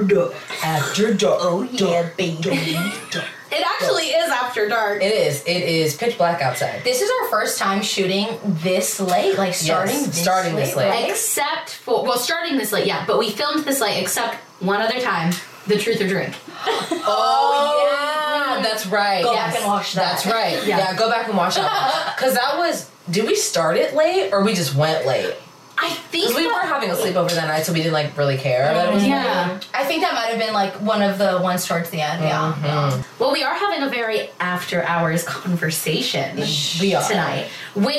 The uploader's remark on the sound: Audio issue from 0:20-2:15.